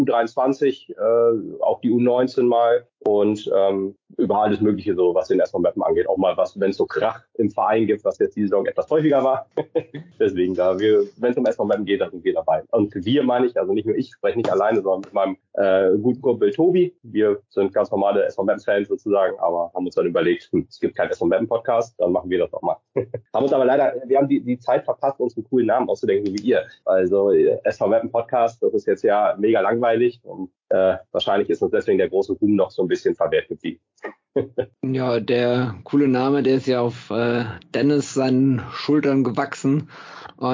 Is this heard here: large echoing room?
no